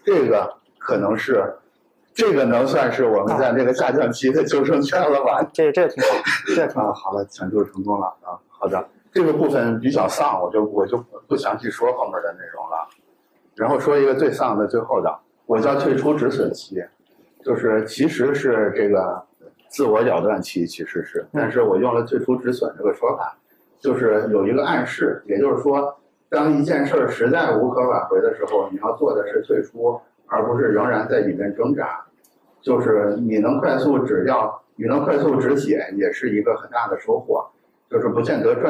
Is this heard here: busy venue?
yes